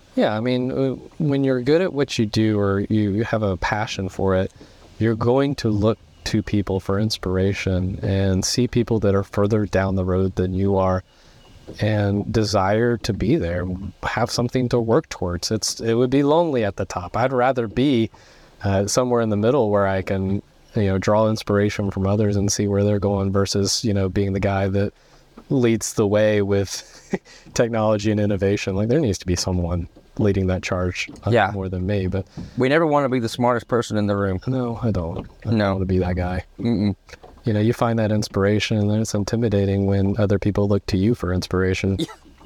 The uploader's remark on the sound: speed boat in the middle of Lake Allatoona just northwest of Atlanta, Georiga